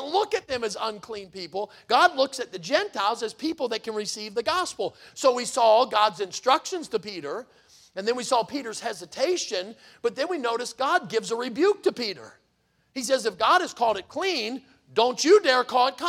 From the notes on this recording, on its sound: in the Sunday Evening Service on July 30, 2023, at Victory Baptist Church in Boonsboro, Maryland